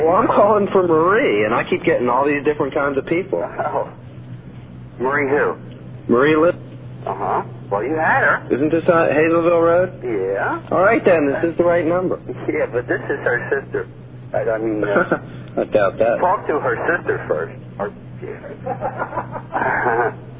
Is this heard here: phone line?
yes